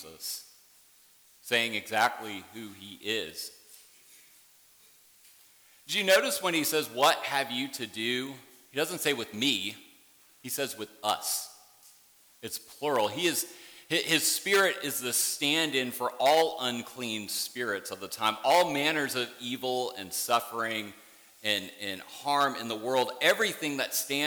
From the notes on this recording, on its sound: worship service at Warrenton Presbyterian Church